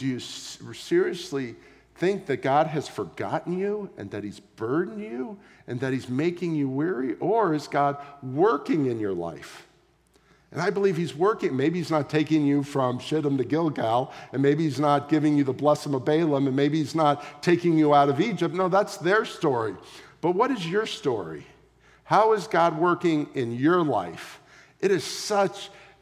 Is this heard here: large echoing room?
yes